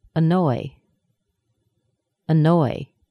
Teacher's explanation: Some examples of words that have a weak stress are annoy, annoy. Notice how quickly I said the sound annoy. I'm trying to get to noy as quickly as possible. It's a very low, fast, weak sound.